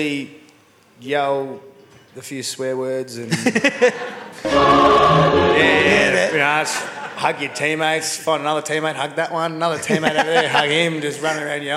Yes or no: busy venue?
yes